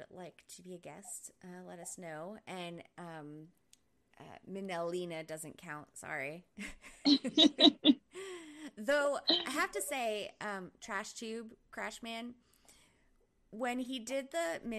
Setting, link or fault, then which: fault, poor sound quality